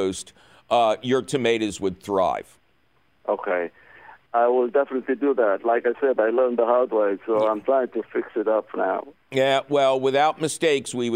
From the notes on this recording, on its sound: he takes your fabulous phone calls